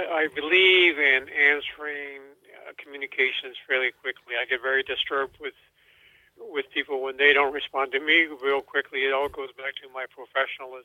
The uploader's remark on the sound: over the phone interview